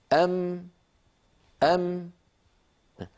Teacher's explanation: الشفتان تقرع إحداهما الأخرى ويصاحب ذلك غنة من الخيشوم